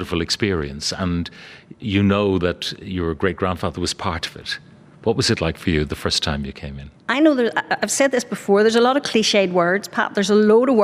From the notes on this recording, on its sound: Broadcast live from Titanic Belfast.